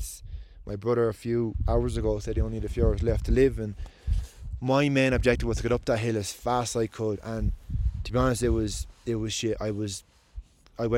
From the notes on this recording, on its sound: In this episode I'm live on Mount Everest recording this